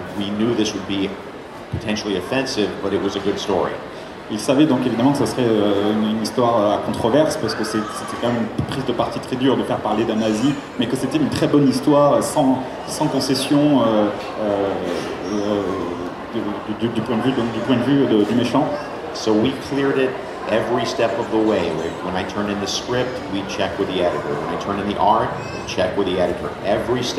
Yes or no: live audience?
yes